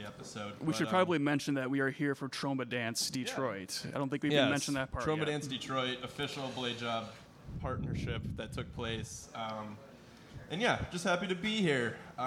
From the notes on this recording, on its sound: Live from Troma Dance Detroit! Live from the Ghost Light bar in Hamtramck. Huge shout out to all who came out to the show and everyone from Troma Dance and Planet Ant who helped make the show possible!